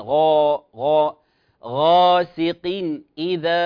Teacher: كذلك غا، غاسق، لا نقول غا، غا، الغين من حروف الاستعلاء أو التفخيم، خص ضغط قض، فنقول غا ولا نضم الشفتين